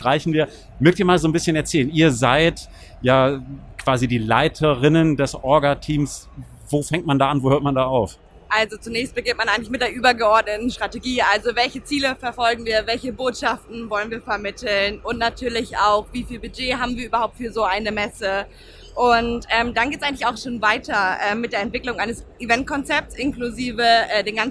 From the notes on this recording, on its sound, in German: Live von der OMR.